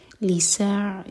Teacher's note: عین ساکن پر جھٹکا نہ ہو تو عین پر تھوڑا سا ٹائم دیں